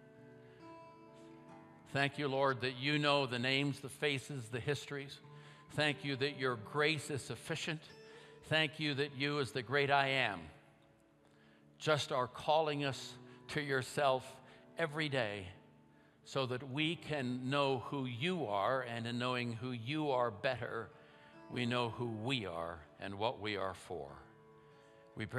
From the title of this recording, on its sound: at Timberline Church